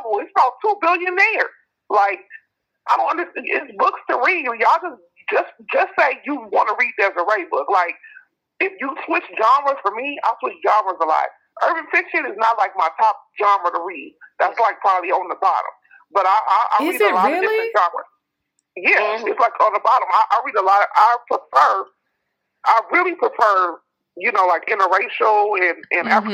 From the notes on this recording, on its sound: 3 Way Writers Call. On the phone interviewing authors.